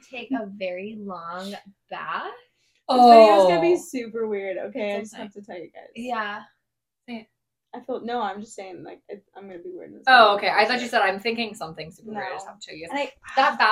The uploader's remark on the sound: Sorry for the spotty audio, we are working on getting better mics soon!